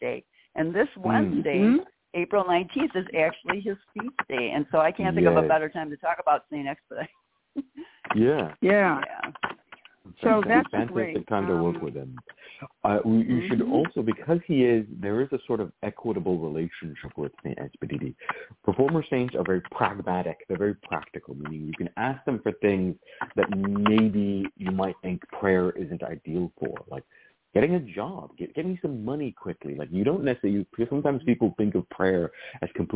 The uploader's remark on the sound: A real, live call-in show where the general public gets a chance to ask about actual problems.